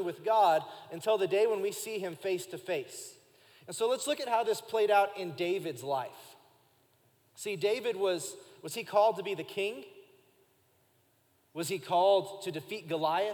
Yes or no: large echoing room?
yes